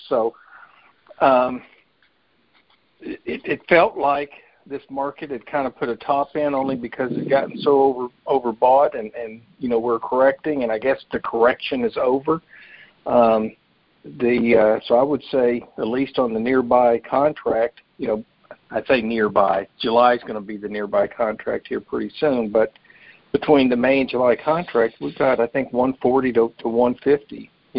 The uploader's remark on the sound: Monthly Conference Call